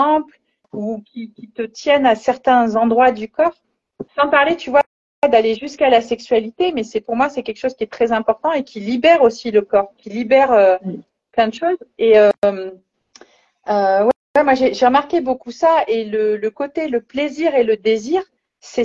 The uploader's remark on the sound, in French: il s'agit d'une rediffusion d'un live Instagram